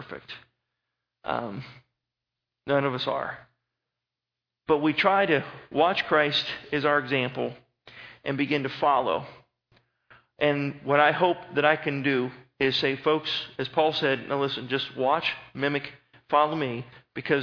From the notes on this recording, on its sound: Sermon was recorded November 06, 2011 at Northside Baptist Church of Elkhart, Indiana